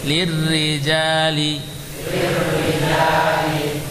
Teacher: Ro itu kalau kasroh diapakan? Tipis. Lir, bukan lir tapi lir.